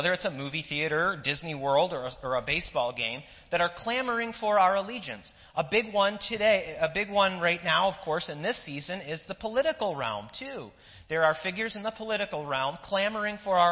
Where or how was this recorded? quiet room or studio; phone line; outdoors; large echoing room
large echoing room